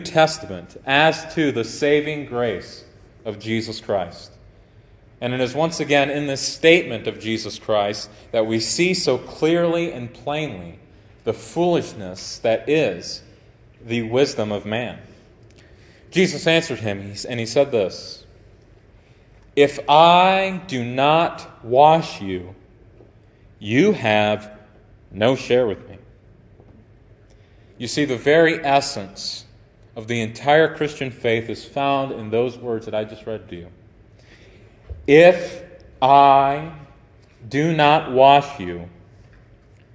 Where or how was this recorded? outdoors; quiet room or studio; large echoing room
large echoing room